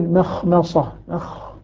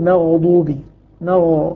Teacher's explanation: الخاء مهموسة، الغين مجهورة · Term: الهمس